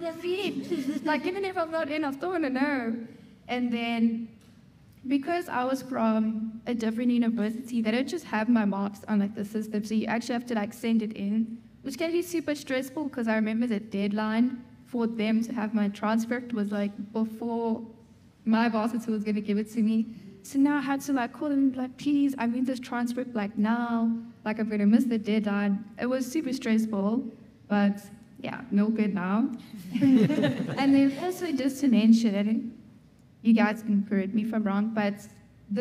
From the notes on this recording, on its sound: This episode was recorded at a live event which took place on the 26th of April 2023 at the Faculty of Health Sciences lecture halls at WITS. The event was well-attended, and recorded in front of a live audience of prospective medical students.